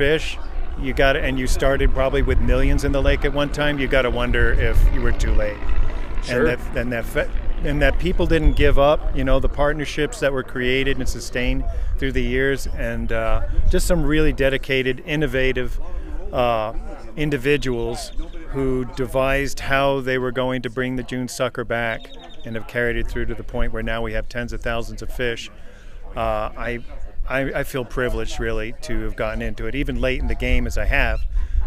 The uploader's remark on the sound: These interviews were recorded at the June sucker commemoration event, held outdoors at Utah Lake State Park. You may hear some planes flying into Provo Airport in the background.